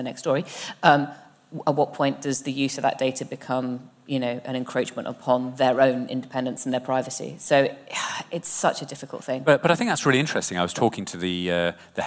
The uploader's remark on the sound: are joined live on stage at the Village Underground in London